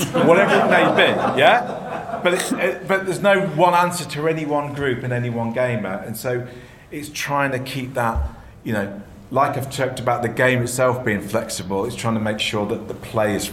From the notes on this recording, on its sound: Special: Call of Cthulhu 40th Anniversary Panel at Dragonmeet 2021. We’re back with another special live episode!